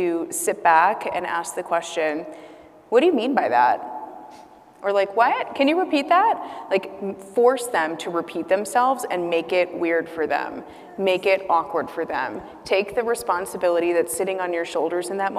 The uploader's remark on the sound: Tune into a special live audience recording at "She Means Business" during IMEX America in Las Vegas.